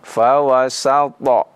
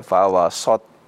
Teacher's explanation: Nah, ya seharusnya ketika dia mengucapkannya tetap berkonsentrasi pada huruf sin terlebih dahulu, baru kemudian huruf to dengan isti'la dan qalqalahnya · Shown in: first take